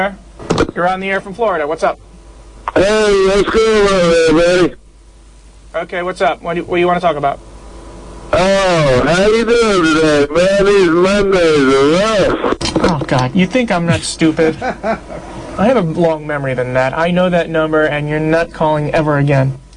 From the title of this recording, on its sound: Prank Phone Calls Collection: 18 Crank Calls